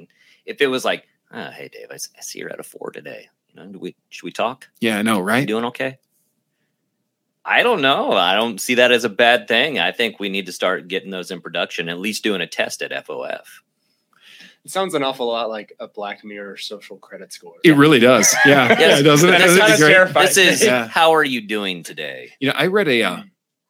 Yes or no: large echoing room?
no